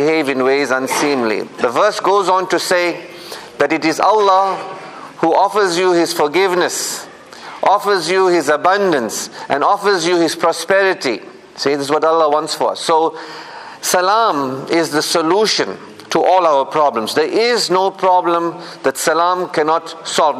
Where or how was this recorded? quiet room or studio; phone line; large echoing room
large echoing room